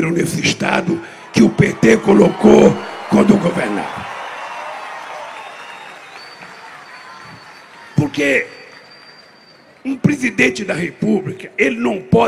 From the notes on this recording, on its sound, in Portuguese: Participou em Aracaju de ato público no Centro de Convenções de Sergipe.